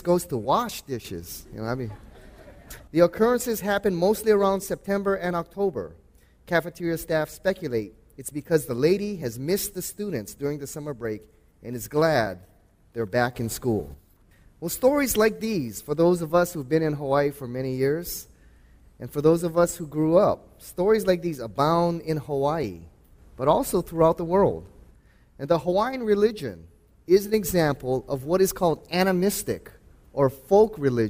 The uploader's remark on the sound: before a live audience